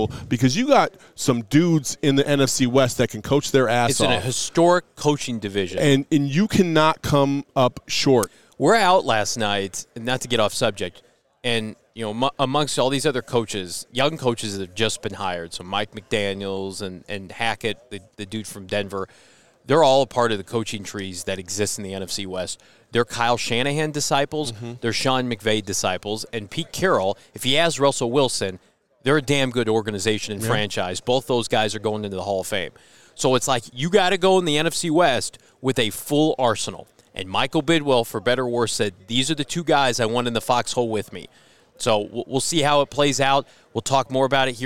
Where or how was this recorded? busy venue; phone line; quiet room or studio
busy venue